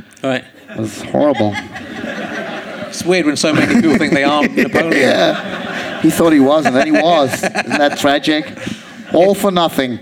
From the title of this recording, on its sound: Leicester Square Theatre Podcast